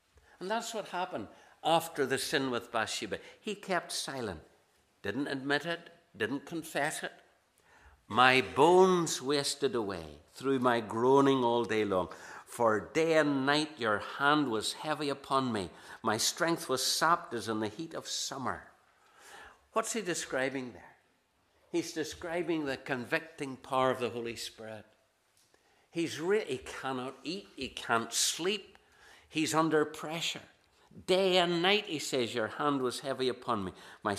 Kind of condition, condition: setting, large echoing room